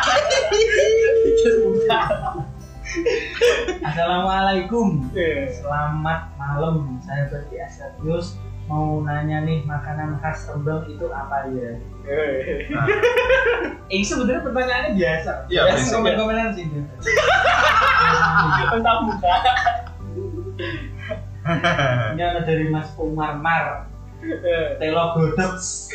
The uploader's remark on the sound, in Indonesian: Mohon maaf untuk pertama kalinya kami mengalami kesalahan teknis dalam perekaman audio.